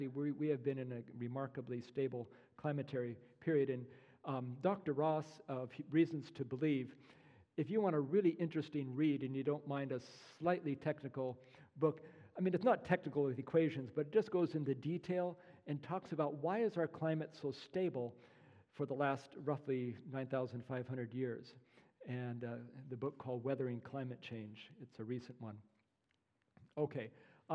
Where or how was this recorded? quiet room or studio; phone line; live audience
live audience